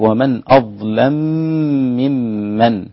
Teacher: أدغم الميم في الميم، الإمام السوسي الإدغام الكبير